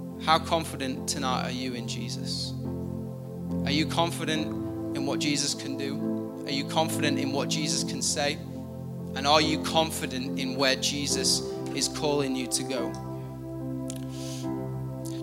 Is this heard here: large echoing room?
yes